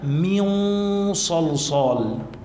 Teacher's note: وبعدها كمان صاد كمان عنا إخفاء لكن شو بنعمل إحنا هون نحن عم نخفي النون بالصاد نتهيأ للفظ الصاد